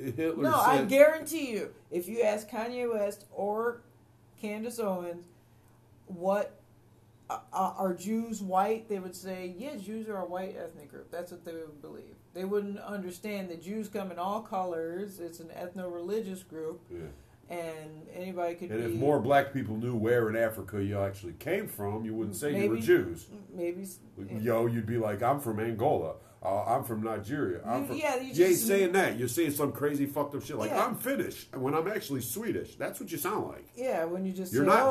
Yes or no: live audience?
no